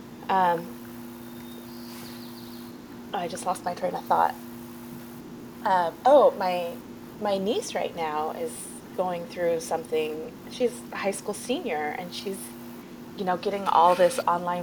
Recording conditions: sounds in the background